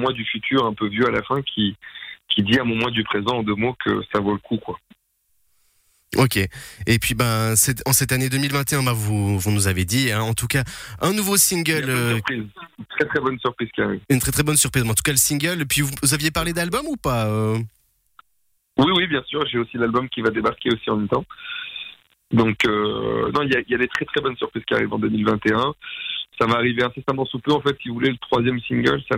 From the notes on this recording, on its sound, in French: On a passé un moment au téléphone